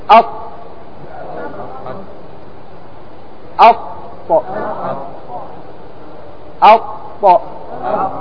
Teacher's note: لأنك قلت أط فخمته لأنه من حروف استعلاء